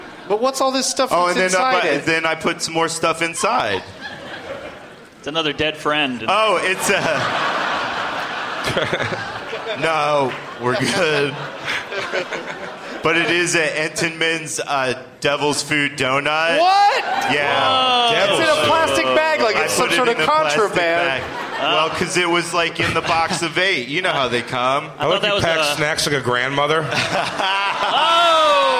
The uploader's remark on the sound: Live from the Gramercy Theatre in NYC